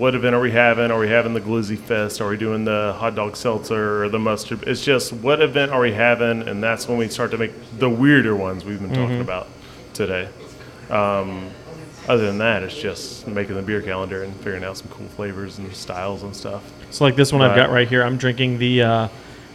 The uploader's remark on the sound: on location at Martin House Brewing